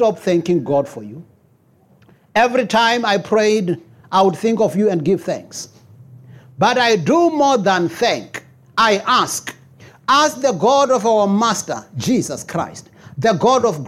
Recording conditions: large echoing room